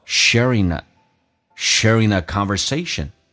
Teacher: Okay, great, let's take a look.我们看所有发音的细节。第一句话， When you are sharing aconversation，当你跟别人进行聊天的时候，When you aresharing，那么 share 这个单词，记住很多人发现 share 不是 air，是 a 加个 r，下巴往下掉一点 air，sharing， sharing 跟 a 有一个连音 ing 结尾，可以把 g 去掉，用 in 进行连